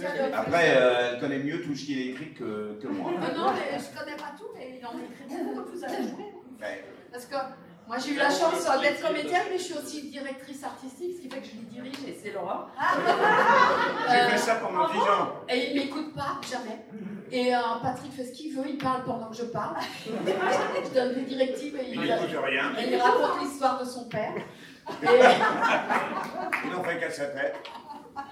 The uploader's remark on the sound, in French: Voici donc venir la première conférence/rencontre enregistrée lors de POPCON 2020. Il s'agit de la rencontre avec les comédiens de doublage présent sur le salon.